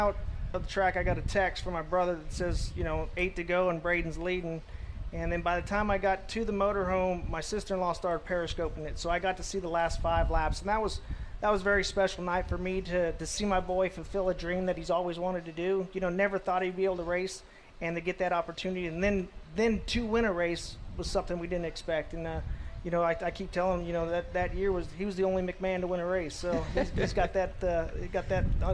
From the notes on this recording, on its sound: Live from The Kings Royal. It's night two of Winged Nation, Live at Eldora Speedway.